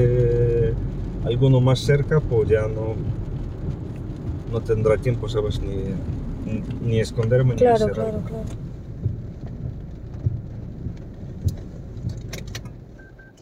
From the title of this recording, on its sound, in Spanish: En coche por Ucrania